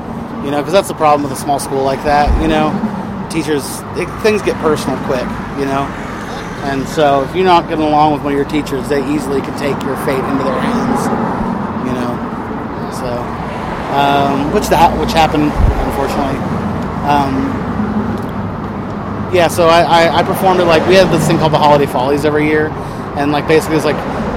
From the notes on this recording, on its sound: Outside the Lion's Lair in Denver, Colorado. BONUS LIVE TRACKS.